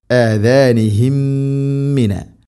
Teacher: സാക്കിന മീമിന് ശേഷം വീണ്ടും മീം, ഇദ്ഗാം മുതമാസിലൈൻ, ഇദ്ഗാം ബിഗുന്ന, ഇദ്ഗാം ചെയ്ത് മണിച്ചുകൊണ്ട് ഉച്ചരിക്കണം